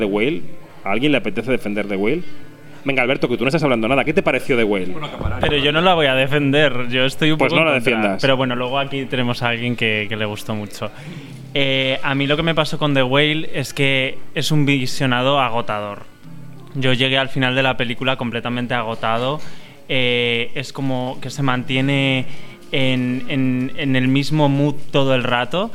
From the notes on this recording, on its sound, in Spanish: En Kinótico diseccionamos la sección oficial de la Mostra de Venecia 2022 en un programa-cena con varios periodistas que cubren el festival italiano.